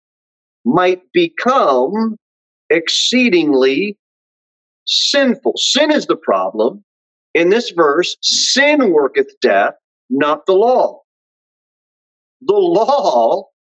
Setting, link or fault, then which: setting, large echoing room